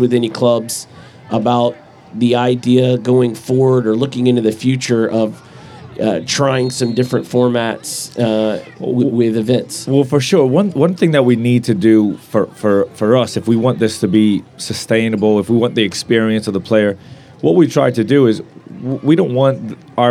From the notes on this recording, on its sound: Live at the Eastern Shore Premier Cup